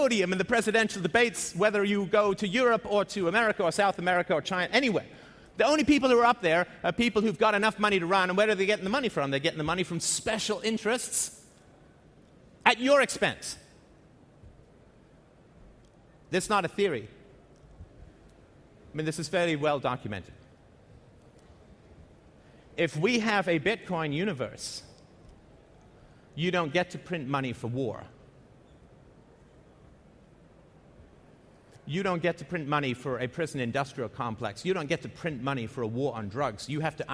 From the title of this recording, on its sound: at The Next Web Conference